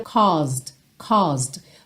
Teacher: Essa primeira parte da palavra, essa primeira sílaba, é mais comprida